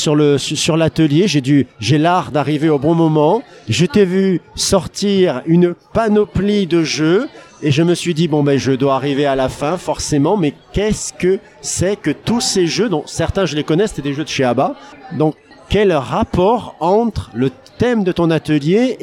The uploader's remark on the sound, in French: épisode enregistré à Educatech Expo